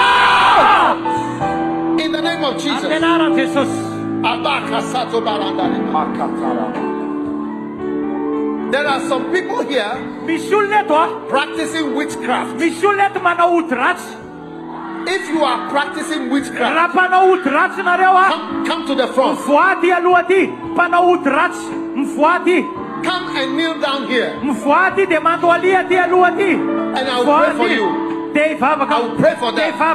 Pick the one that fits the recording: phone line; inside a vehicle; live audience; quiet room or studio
live audience